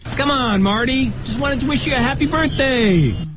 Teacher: 它是在 happy 的位置拉上去的啊